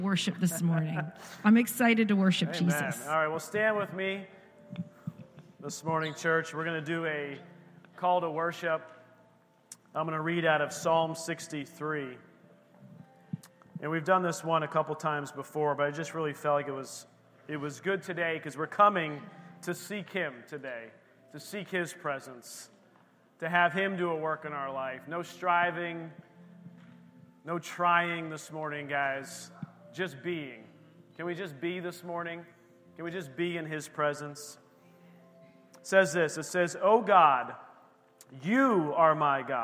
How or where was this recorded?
large echoing room